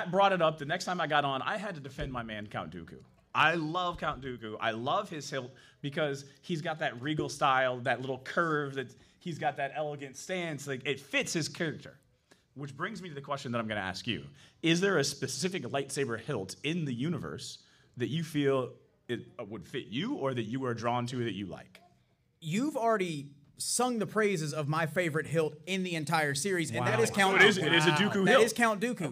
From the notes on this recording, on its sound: Today's episode was recorded live, & on the scene at Day 1 of ICCC in Nashville, TN. You'll hear clips from my booth, and from my appearances live on the ECPCTV Media Stage.